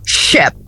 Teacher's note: o som é fricativa, você não vai levantar a língua, a língua vai ficar quieta embaixo, e o I agora vai ter som de E